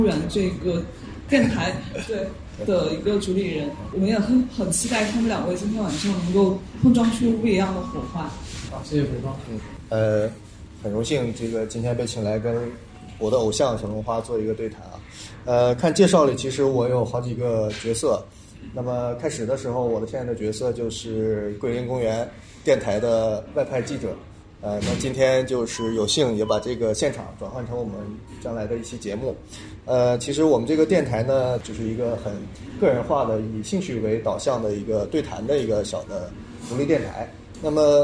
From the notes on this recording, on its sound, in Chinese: 这期现场录音技术简陋，音质堪忧